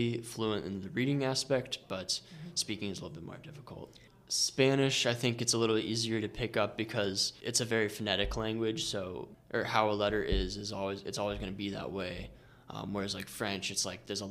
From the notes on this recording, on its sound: During Orrville Public Library's second annual Local Author Festival we sat down with the authors to chat about their books.